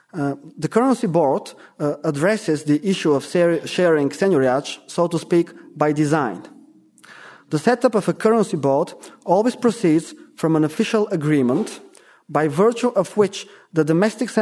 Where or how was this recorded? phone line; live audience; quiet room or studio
live audience